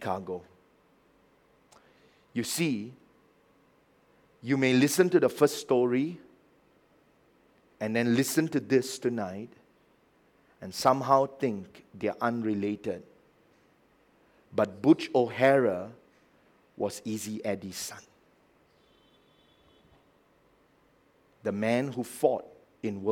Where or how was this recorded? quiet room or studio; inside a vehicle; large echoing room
large echoing room